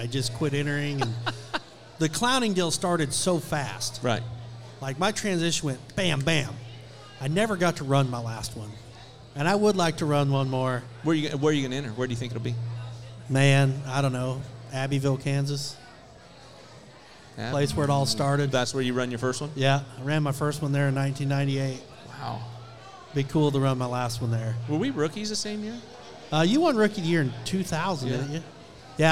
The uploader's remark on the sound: LIVE from Corpus Christi Buc Days WCRA Rodeo!